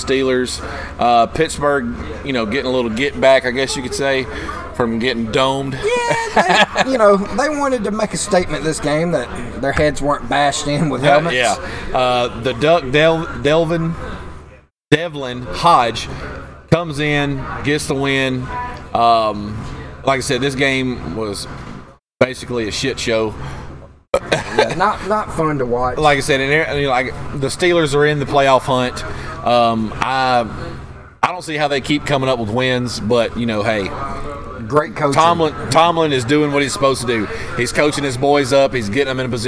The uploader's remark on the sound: Recorded LIVE at FloBama Music Hall in Downtown Florence Alabama.